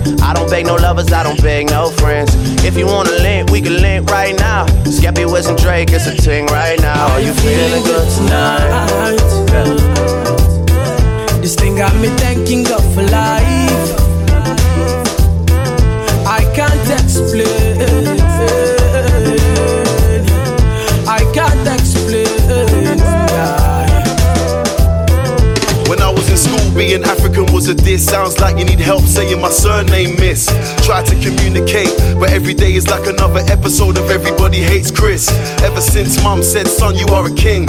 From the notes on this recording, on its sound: Raw Live DJ Set. During Masquerade Ball Party - Part 1 in Eclipse - Cork City - Ireland.